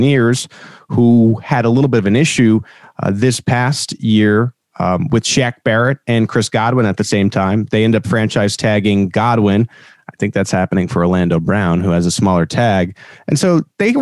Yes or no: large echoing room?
no